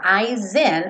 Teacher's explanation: O S, tradicionalmente, se eu vou ligar ele num som de vogal, esse S acaba ganhando um som de Z.